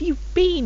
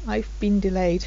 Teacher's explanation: It is been, but the sound gets shortened, so it sounds like bin · Shown in: second take